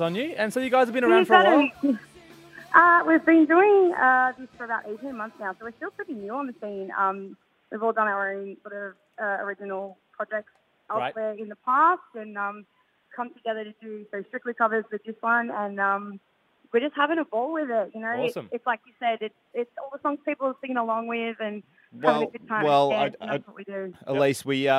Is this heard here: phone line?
yes